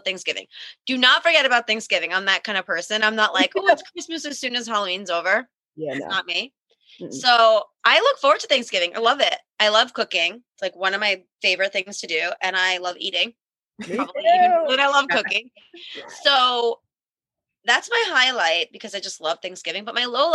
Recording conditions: video call